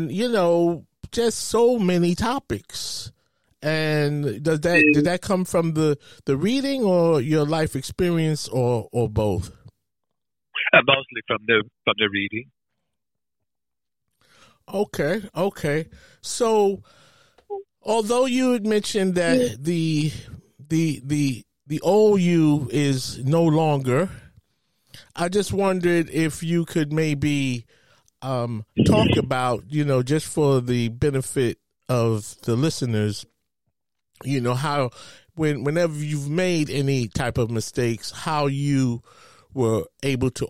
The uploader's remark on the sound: Telephone Interview